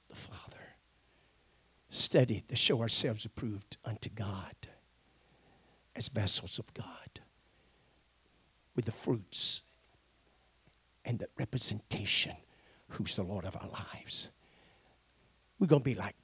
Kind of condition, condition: setting, large echoing room